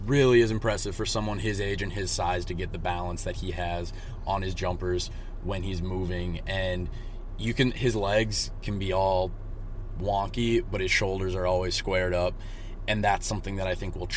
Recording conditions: inside a vehicle